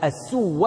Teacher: يحيى بن يعمر قرأ فستعلمون من أصحاب الصراط، قولوا هذا الذي تعرفون، قرأها يحيى من أصحاب الصراط السوى، هكذا من أصحاب الصراط السوى ومن اهتدى. فضم السين وفتح الواو وشددها، فتح الواو وشددها السوى هكذا، وجعل آخر الحرف حرف التأنيث كالدنيا والعليا، وهو على زنة الفعلى، وسيأتينا مفصلا بإذن الله تعالى.